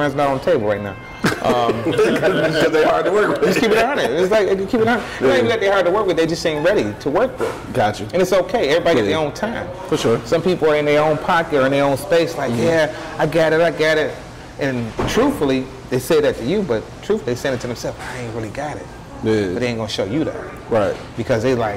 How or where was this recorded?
busy venue